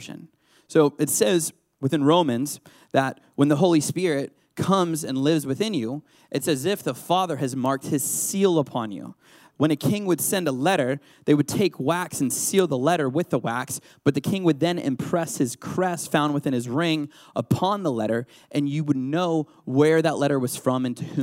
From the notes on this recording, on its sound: This recording was from a live service. It has been edited for time and to better suit an online audience.